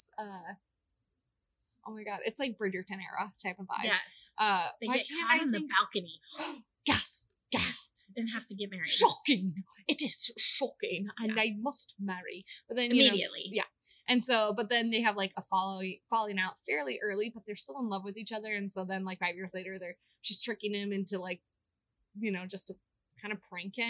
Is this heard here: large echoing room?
no